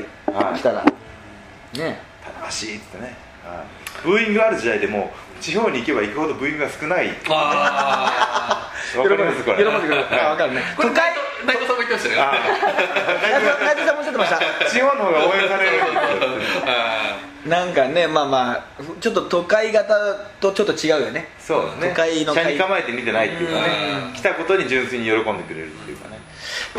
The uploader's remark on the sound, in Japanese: 終了後に下北沢のカラオケボックスで緊急収録を敢行!!今回の音声には、バックに若干ノイズ音が入っており、聞きずらい点がございます。